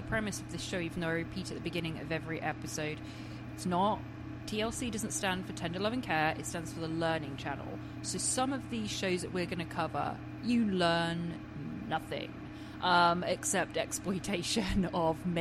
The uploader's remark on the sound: We apologize for a bit of background noise in the episode!